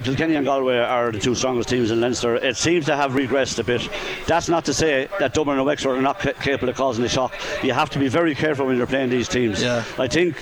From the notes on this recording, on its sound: We were in UPMC Nowlan Park. Live in the stands.